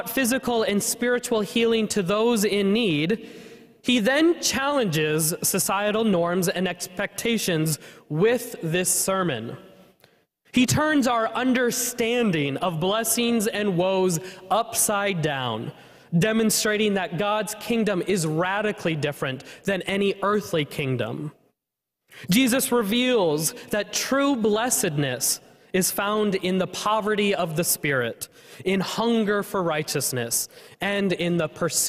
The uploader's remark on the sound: was preached at First Presbyterian Church of Allentown, PA on July 23, 2023.